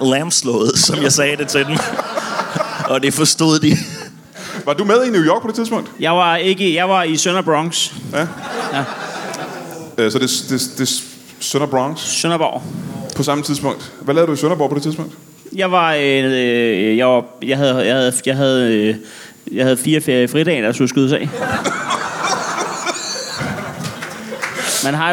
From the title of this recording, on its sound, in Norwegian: LIVE fra Comedy Zoo